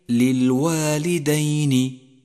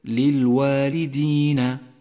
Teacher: فالدال مفتوحة وليست مكسورة · Shown in: first take · أي للوالدين وليست للوالدين.